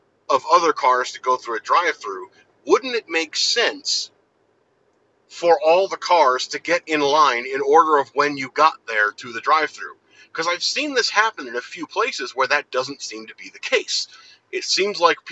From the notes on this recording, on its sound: recorded safely while driving